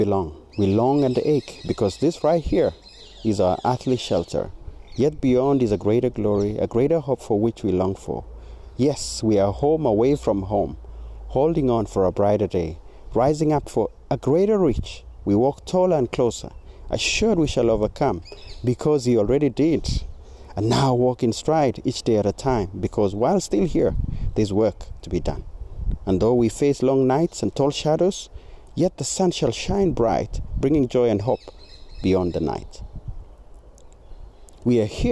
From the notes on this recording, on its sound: Recorded on a Sunny Saturday morning with the ambience of my home studio - In the Garden with birds singing, dogs barking and the beautiful sounds of nature.